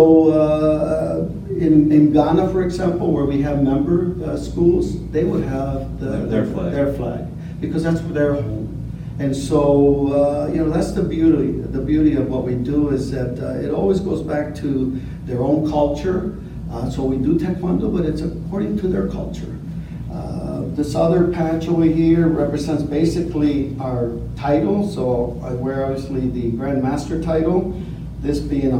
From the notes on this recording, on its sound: This episode was filmed LIVE at the 2019 REACHgathering.